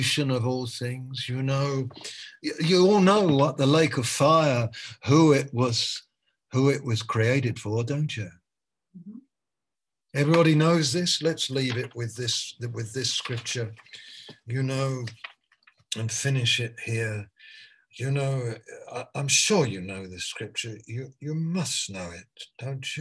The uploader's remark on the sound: Malaysia Meets (Zoom)